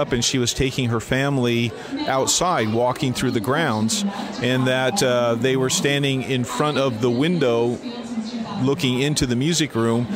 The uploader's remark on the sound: From the Oregon Ghost Conference in Seaside, Oregon